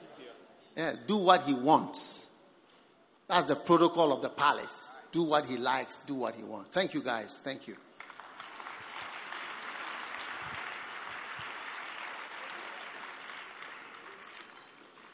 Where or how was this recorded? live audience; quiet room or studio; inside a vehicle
live audience